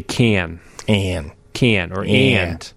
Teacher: So it's that A sound. It moves from the front of your mouth to the back. · Term: Northern Cities Vowel Shift